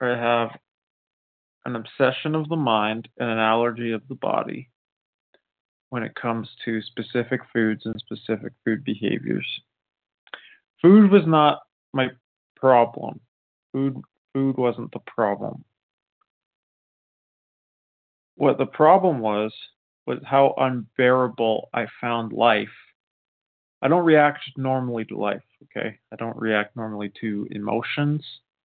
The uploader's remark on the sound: 100 Pounders Phone Meeting